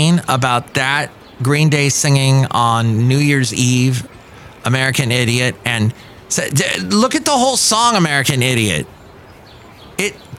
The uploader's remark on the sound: podcasts live from Café Anyway